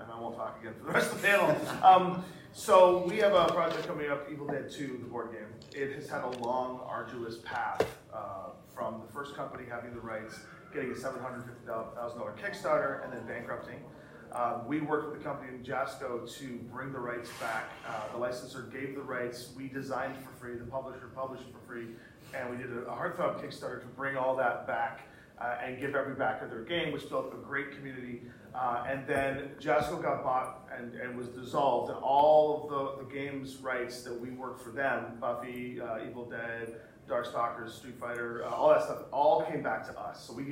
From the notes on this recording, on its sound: Here is our live panel during Gamehole Con 2023